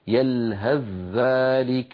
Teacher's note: بقي من الصور الثمانية التي ذكرناها الثاء في الذال، وذلك في قوله تعالى يلهث ذلك مثل القوم، وبين بأن عند الوصل لحفص من طريق الشاطبية الإدغام لا غير، يلهث ذلك بذال مشددة لا يبقى للثاء أثر